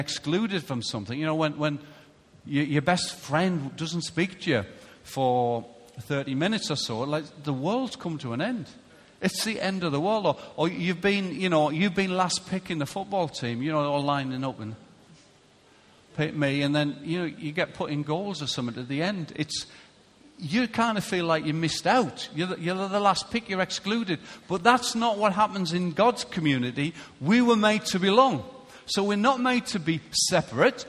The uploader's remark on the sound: Recorded live at Life Church on Sunday 26th March 2017.